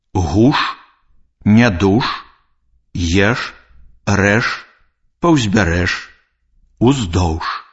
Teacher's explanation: У беларускай літаратурнай мове зычныя ш, ж заўсёды вымаўляюцца цвёрда. На канцы слова звонкі зычны ж аглушаецца і вымаўляецца як ш.